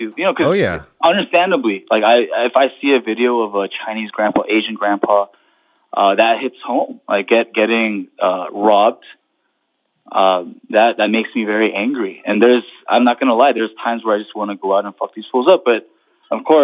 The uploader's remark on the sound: Jump on an impromptu conference call to check in on each other.